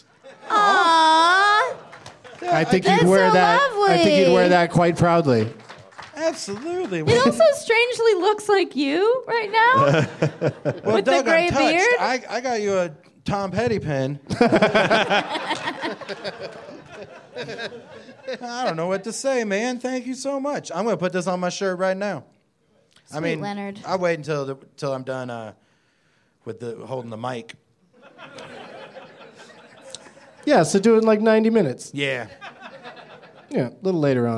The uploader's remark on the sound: Live from Reno Tahoe Comedy in Reno